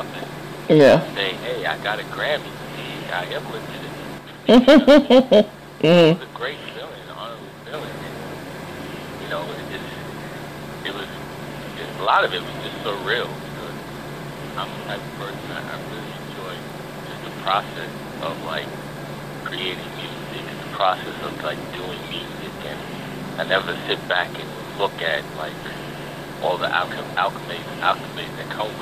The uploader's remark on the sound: phone interview clip